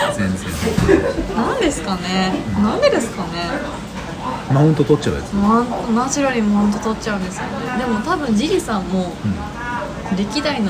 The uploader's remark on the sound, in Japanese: 約束の地「居酒屋」での収録です